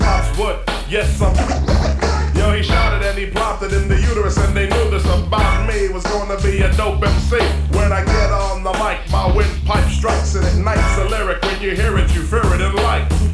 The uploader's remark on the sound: LIVE FROM CHICAGO'Z LEGENDARY CLUB RIVIERA. MOST DEF A PARTY VIBE ON THIZ TAPE.